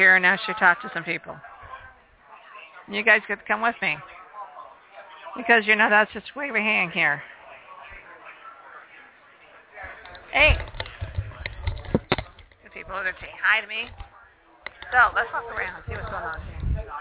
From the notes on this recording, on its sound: We are LIVE out at the first ever, Geek Day at the Phoenix Film Festival.